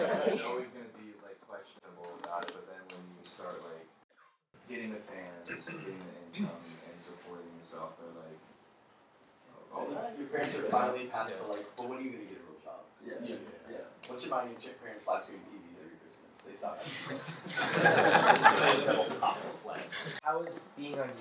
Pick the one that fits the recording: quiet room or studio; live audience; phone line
live audience